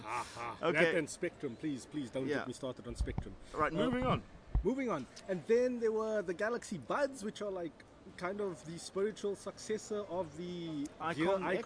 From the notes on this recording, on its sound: Recorded at Cape Town International Airport